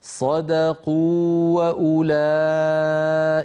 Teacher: مادية وأولئك أولها واو علينا أن نبين الواوين هكذا صدقوا وأولئك ولا نذهب المد الذي في الواو الأولى